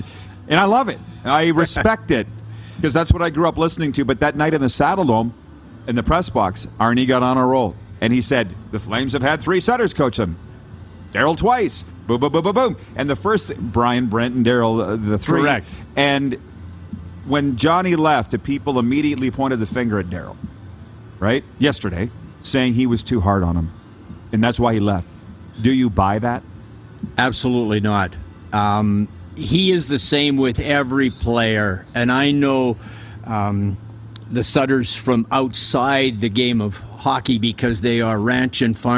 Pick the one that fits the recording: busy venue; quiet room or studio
busy venue